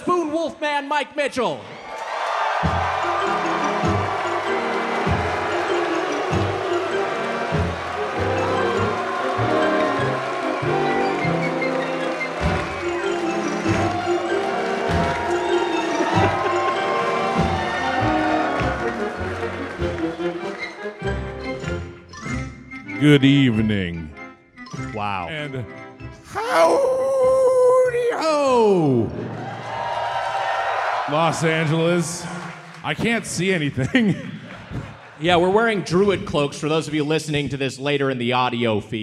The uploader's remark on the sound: Recorded live at The Belasco in Los Angeles on October 8th, 2023.